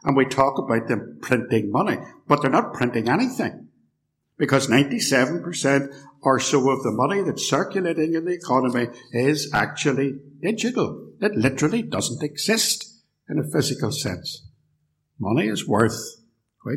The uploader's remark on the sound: A lecture recorded live at Templepatrick Reformed Church and used with their kind permission.